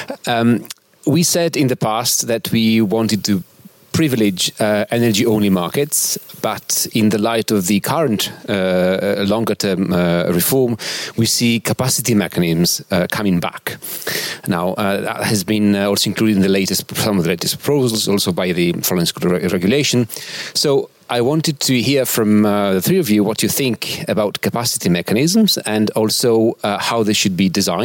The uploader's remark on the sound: Live recording of the Watt Matters podcast, hosted at Eurelectric's offices in Brussels, with support from Siemens and Linde.